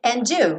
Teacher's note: como acontece muitas vezes, esse D sumiu. Poderia não sumir.